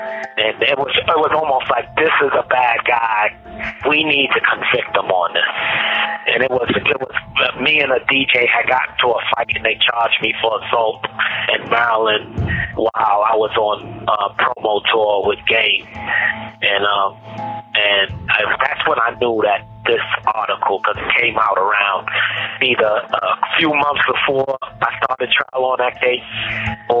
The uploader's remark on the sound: This Bonus Episode contains unedited phone calls.